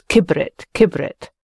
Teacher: Then the middle I drops out and it becomes kibrit